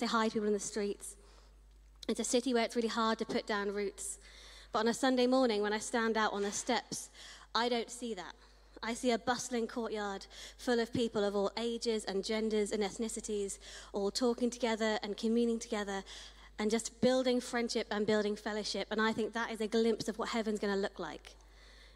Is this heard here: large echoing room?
yes